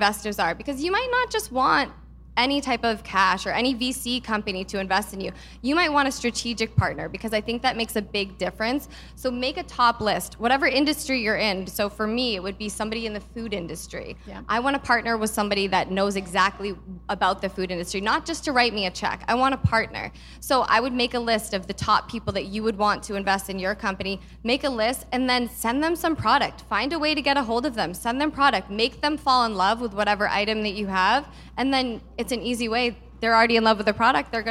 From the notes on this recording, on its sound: Live from our 2022 Small Business Summit event. For a fireside chat.